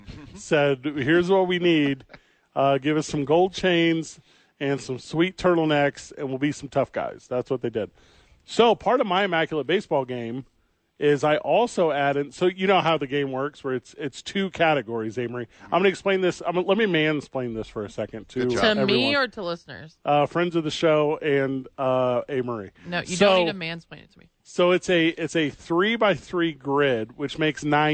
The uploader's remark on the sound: live from The Albuquerque Dukes Store.